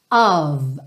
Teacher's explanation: Lembra sempre que OF, a gente vai pensar nele como um OV, embora esse O não seja um O totalmente definido